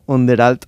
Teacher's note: Con una A un poco más cerrada.